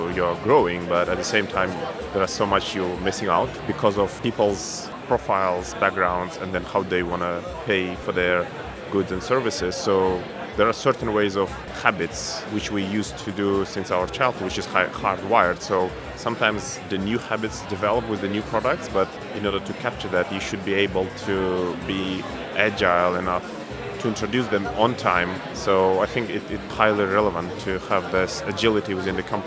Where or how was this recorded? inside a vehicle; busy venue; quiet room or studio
busy venue